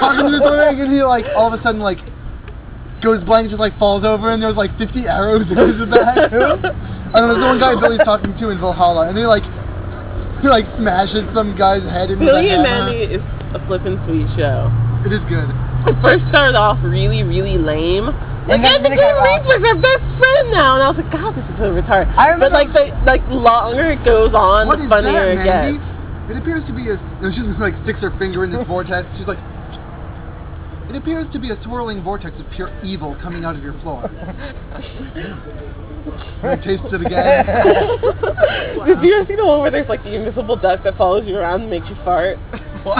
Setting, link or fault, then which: setting, outdoors